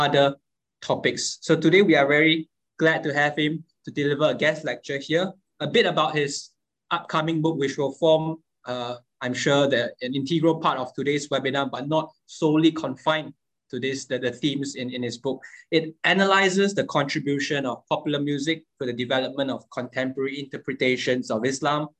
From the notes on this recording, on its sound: This public talk was conducted online via Zoom.